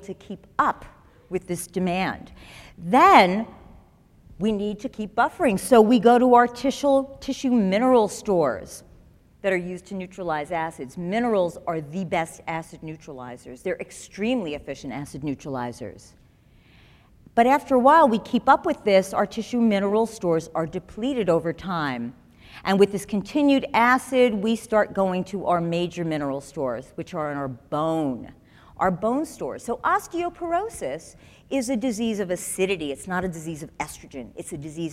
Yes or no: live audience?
yes